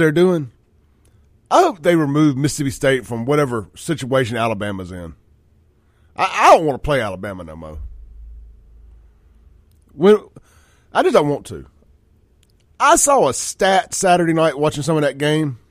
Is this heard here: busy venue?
no